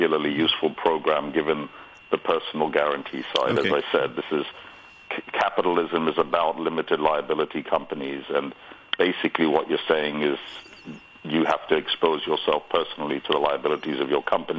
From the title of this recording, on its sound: The Financial Secretary Phone-in